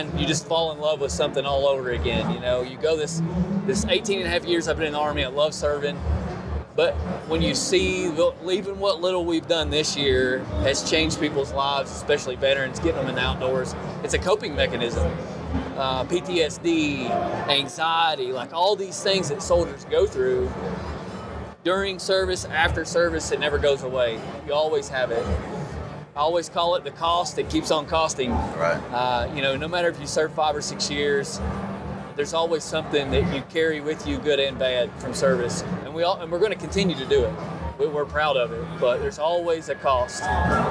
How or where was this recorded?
busy venue